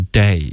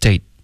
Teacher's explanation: Date,结尾的特省略一定要有一个干脆的停顿不然你发的就是 day · Shown in: second take